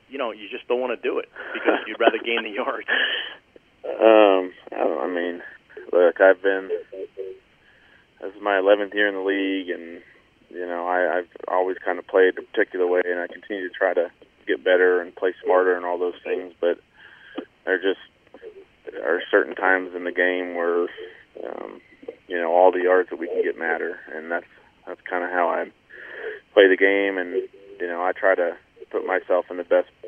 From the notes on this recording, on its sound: Addressed Reporters on a Conference Call